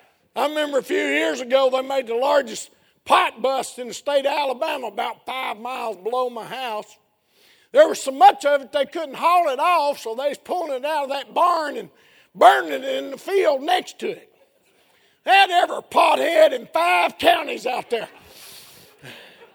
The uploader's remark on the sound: A sermon preached Sunday Evening of our 3rd Annual Missions Campmeeting